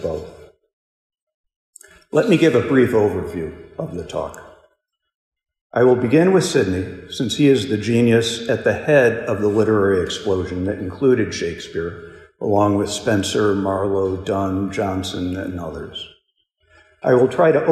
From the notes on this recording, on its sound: This lecture was given at Hillsdale College. As part of the Thomistic Institute conference "Christology in Literature."